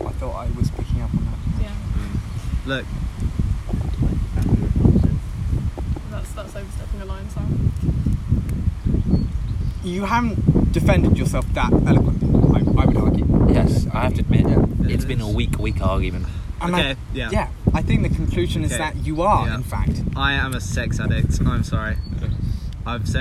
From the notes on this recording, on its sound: We have to apologies for lack of editing as we are fairly new to the business. We again apologises for the constant laughing and the wind sounds throughout and the accidental swearing at the end.